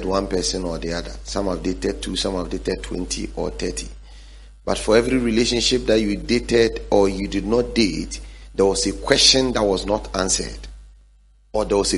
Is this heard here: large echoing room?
yes